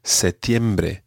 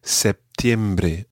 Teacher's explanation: people say septiembre and have a small P sound in the middle · Shown in: second take